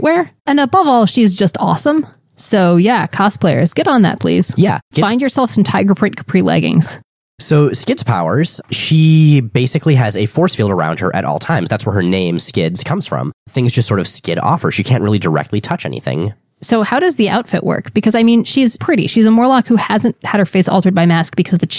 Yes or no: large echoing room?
no